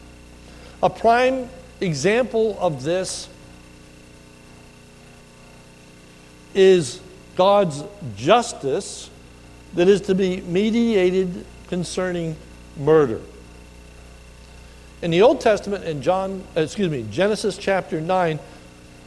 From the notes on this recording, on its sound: This is a sermon recorded at the Lebanon Bible Fellowship Church in Lebanon BFC in Lebanon, PA on 01/12/2020 during the morning service